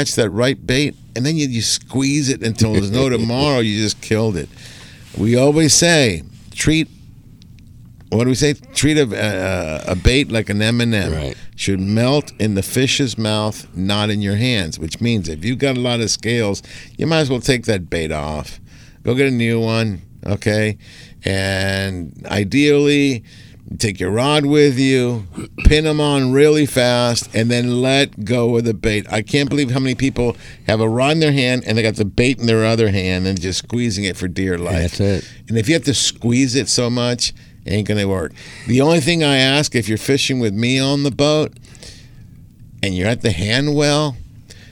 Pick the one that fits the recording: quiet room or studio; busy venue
busy venue